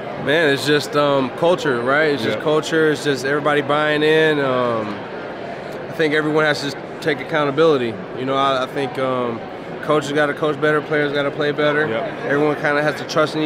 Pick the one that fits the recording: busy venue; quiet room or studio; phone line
busy venue